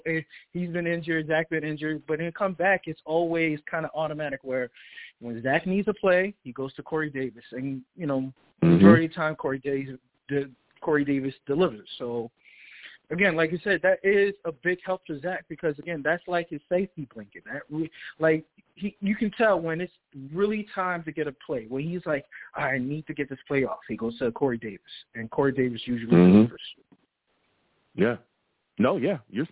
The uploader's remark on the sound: Tonight, live at 7pm eastern. I take live callers!